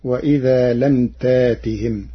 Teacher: قرأ ورش كلمة تأتهم بإبدال الهمز الساكن ألفا من جنس حركة ما قبله مع حذف الهمزة، فتصير وإذا لم تاتهم.